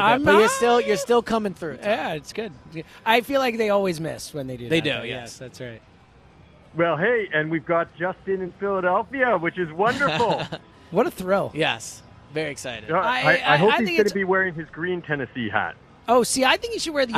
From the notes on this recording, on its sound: live at Parx Casino